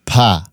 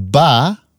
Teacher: Je laat je stembanden op een bepaald moment trillen. Als je zegt pa, en je legt je vingers op je strottenhoofd, dan voel je vanaf een bepaald moment voel je het trillen.